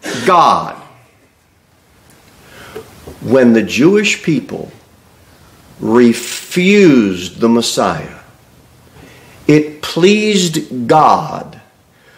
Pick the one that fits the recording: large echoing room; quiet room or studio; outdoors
large echoing room